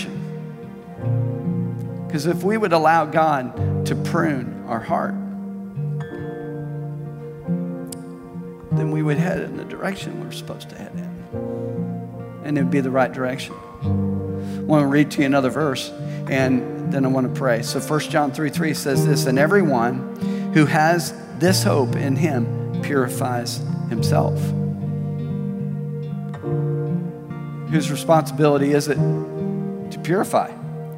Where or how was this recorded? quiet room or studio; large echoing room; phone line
large echoing room